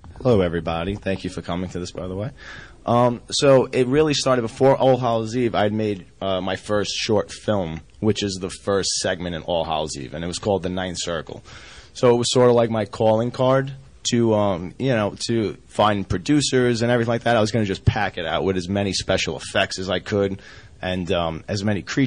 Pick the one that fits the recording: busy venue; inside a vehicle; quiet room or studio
busy venue